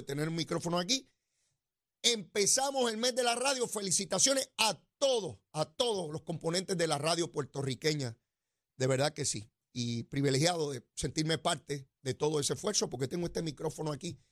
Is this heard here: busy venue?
no